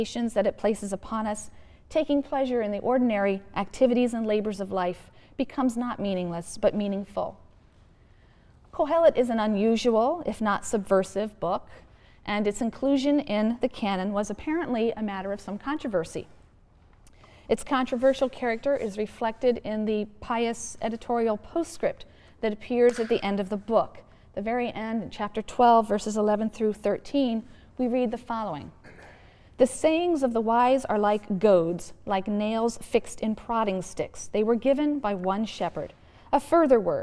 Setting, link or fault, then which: setting, large echoing room